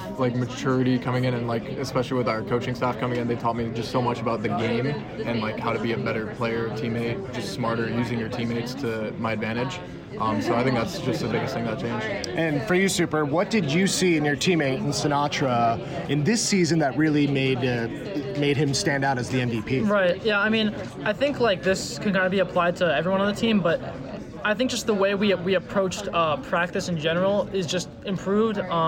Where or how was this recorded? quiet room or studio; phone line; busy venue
busy venue